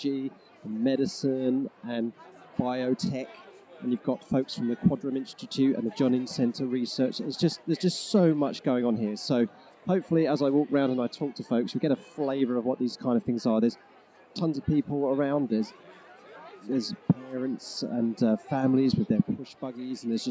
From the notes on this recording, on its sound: A special episode recorded on-location at the Norwich Forum for the Norwich Science Festival. (On Location, UK).